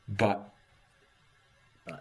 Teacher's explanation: a completely closed glottis, so but. Which is a co-articulation of a glottal stop and an alveolar stop